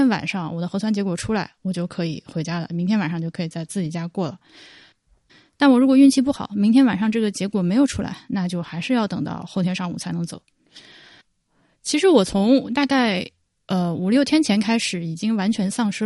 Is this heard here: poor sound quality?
no